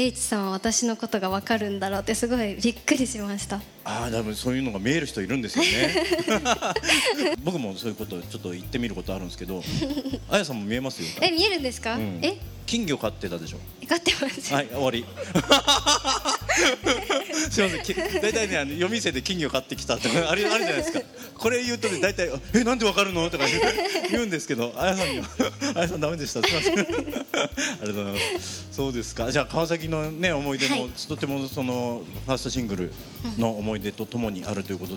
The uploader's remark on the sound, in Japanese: 川崎モアーズ屋上ビヤガーデンをお借りしたライブイベントでの公開収録！